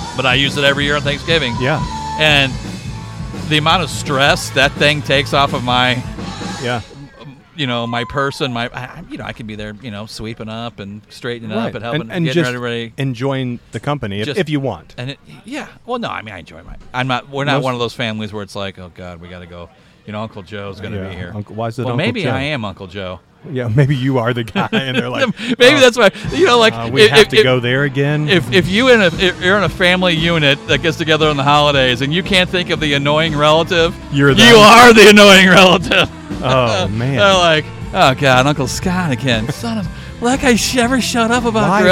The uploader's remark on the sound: Live From The Primo BBQ Bash. I had the chance to sit down in person at the Primo BBQ Bash event.